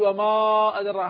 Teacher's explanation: هناك لما نقول في الحركات هي فتح الحرف، هو مفتوح وليس مضموما أو مكسورا، وهذا ليس هو المعني إطلاقا بقولنا باب الفتح والإمالة. الفتح هنا فتح الفم عند النطق بالألف دون إمالة بها نحو الياء، لا إمالة صغرى ولا إمالة كبرى